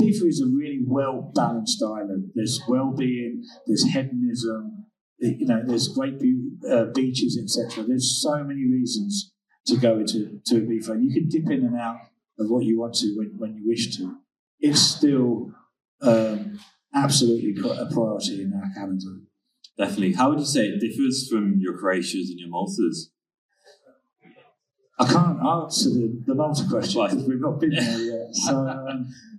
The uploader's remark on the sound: This episode was recorded at the Night Time Economy Summit in Bristol